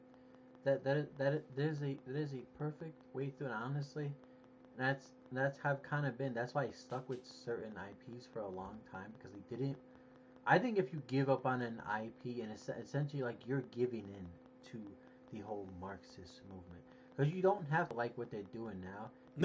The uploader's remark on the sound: All the while battling technical issues.